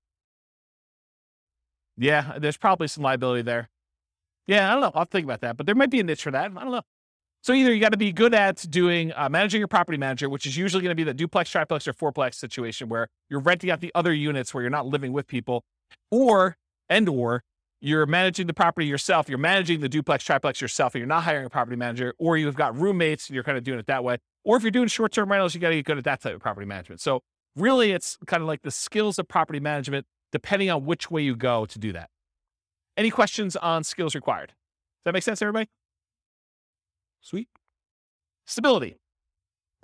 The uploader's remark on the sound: This was a live class recorded